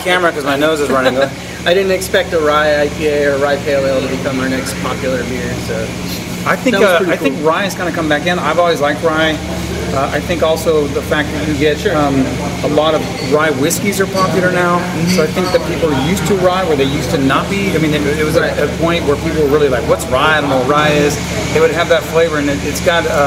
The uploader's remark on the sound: while enjoying their beers at the brewery